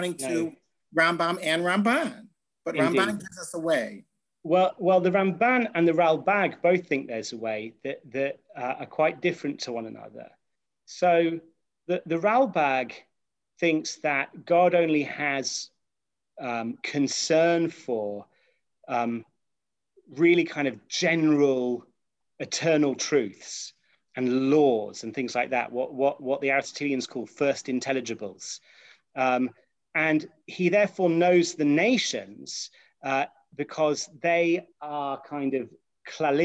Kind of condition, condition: link, video call